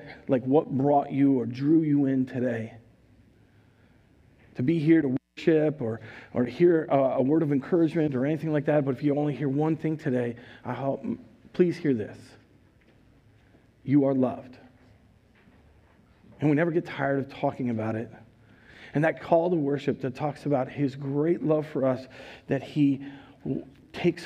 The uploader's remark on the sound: Recorded live at Word of Life Church in Le Sueur, Minnesota on January 30th, 2022